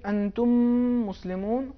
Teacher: اس میں میم پر چونکہ تشدید اس کو تھوڑا بہت کھینچنا ضروری ہے